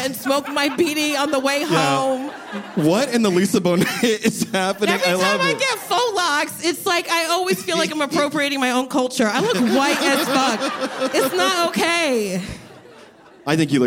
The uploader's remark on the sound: In this live episode of Adulting